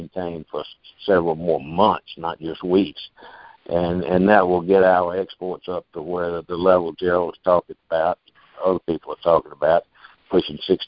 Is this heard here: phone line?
yes